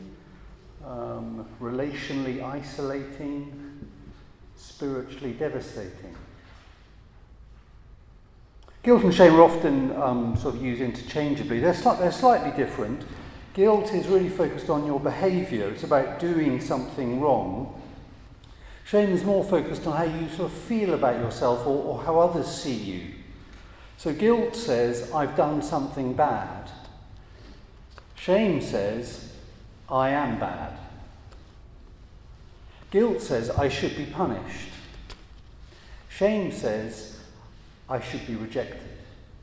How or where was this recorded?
large echoing room